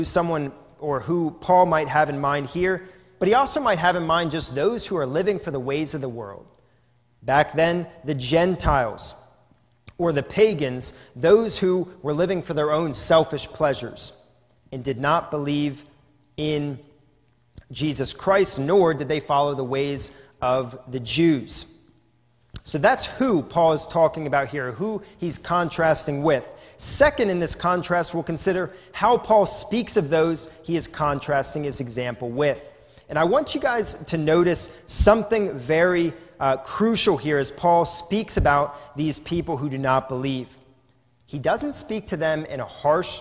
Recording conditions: large echoing room